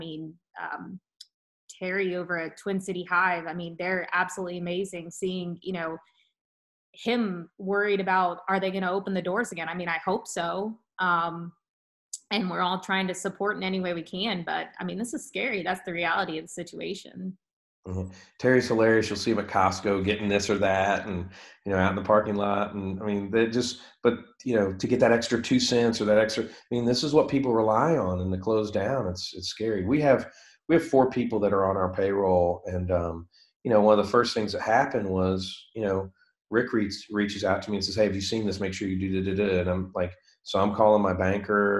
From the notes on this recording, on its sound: via Zoom